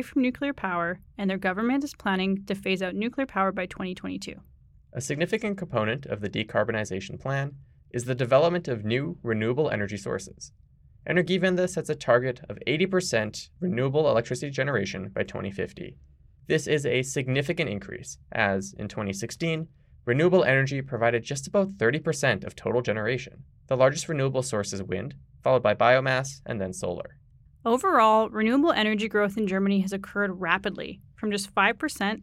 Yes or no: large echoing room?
no